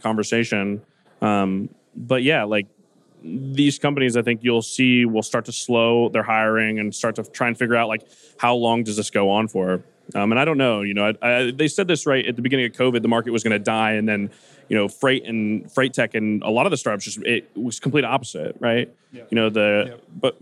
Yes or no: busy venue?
yes